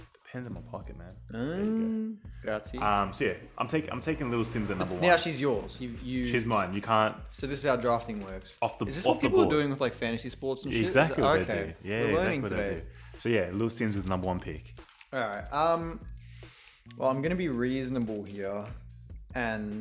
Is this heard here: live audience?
no